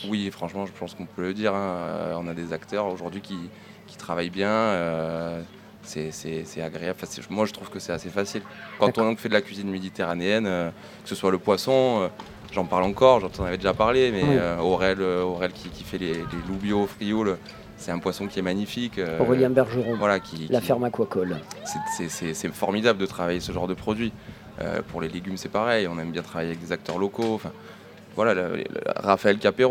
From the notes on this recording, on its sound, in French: Radio Grenouille au Street Food Festival 2022. Rencontrez les participants du Street Food Festival 2022.